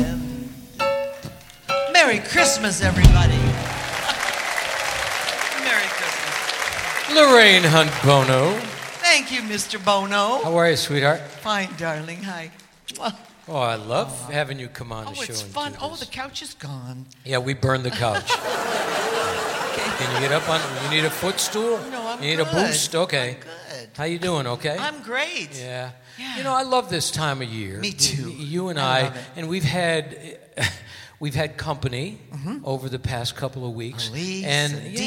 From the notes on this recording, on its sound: Live at the SouthPoint Casino